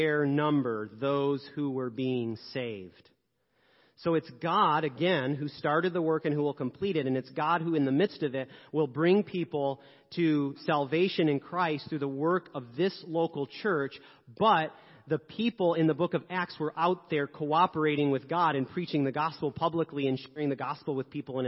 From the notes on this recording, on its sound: 10am service. Sermons preached at Church of the Good Shepherd, Maitland, Florida.